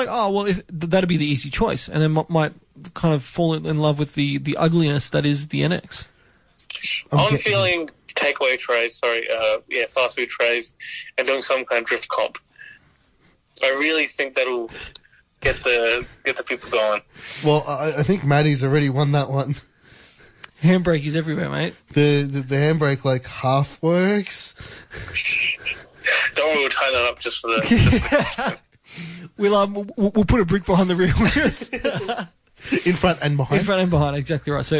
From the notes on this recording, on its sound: Via phone link.